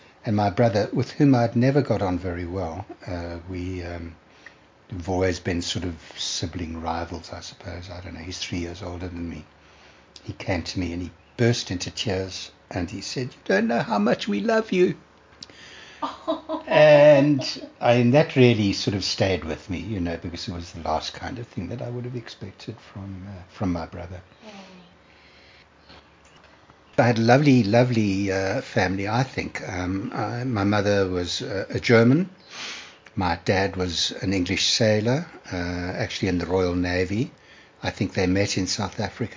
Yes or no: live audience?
no